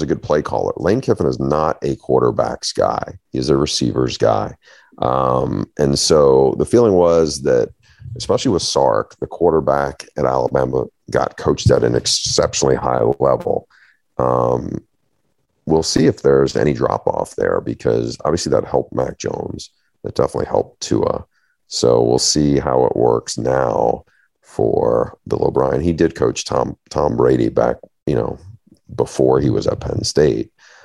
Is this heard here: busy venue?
no